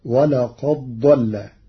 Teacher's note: قرأ ورش كلمتي ولقد ضل بإدغام الدال في الضاد فتصير ولقد ضل للتقارب